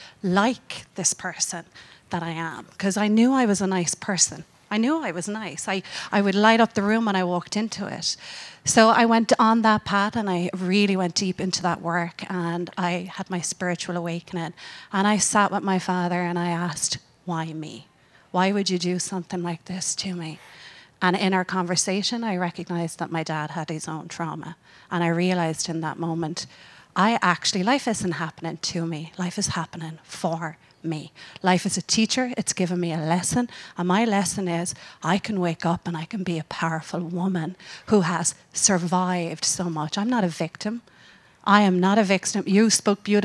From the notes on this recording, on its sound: this recording of the speaker panel from our Women Gone Wild book launch event in Vegas